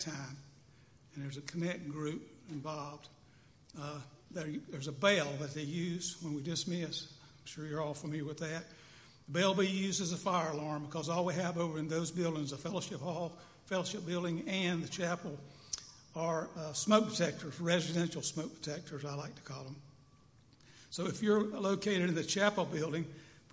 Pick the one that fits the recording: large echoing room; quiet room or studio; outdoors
large echoing room